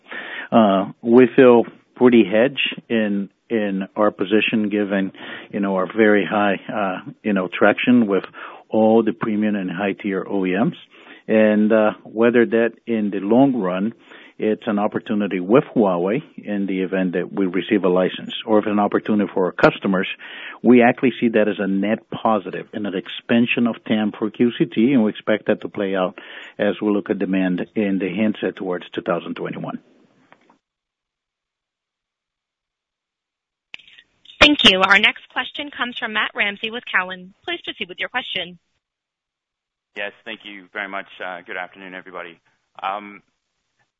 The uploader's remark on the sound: Earnings Conference Call